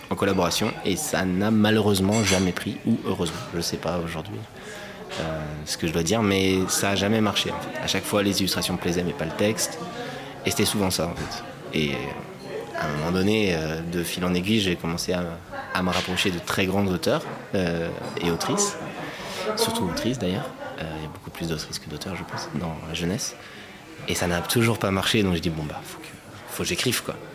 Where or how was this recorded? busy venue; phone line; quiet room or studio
busy venue